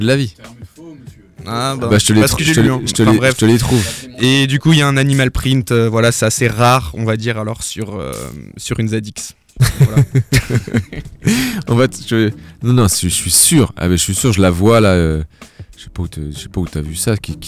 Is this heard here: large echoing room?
no